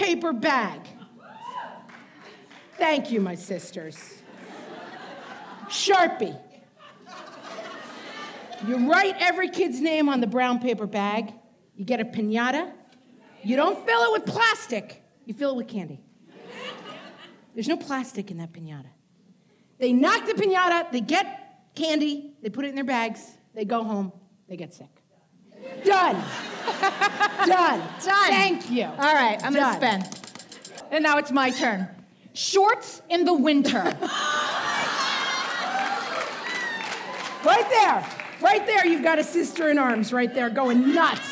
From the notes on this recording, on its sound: This week’s *bonus* episode is a recording of our first live show! More than four hundred of you showed up at the Chappaqua Performing Arts Center for “What Fresh Hell LIVE!”. A few brave husbands were also in attendance.